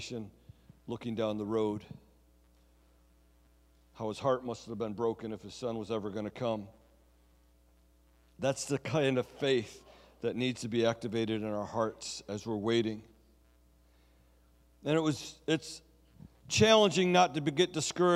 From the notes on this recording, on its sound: Sunday Service Recording